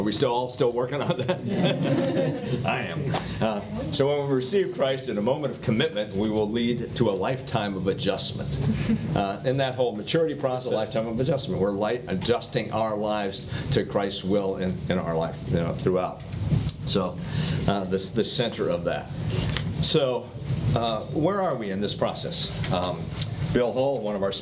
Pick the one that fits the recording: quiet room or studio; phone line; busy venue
busy venue